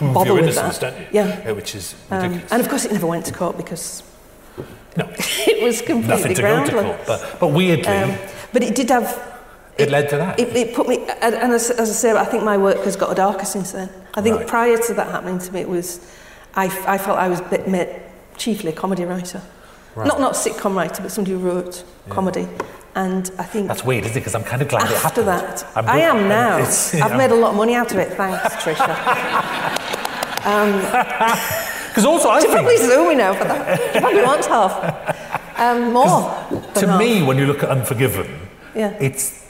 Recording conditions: live audience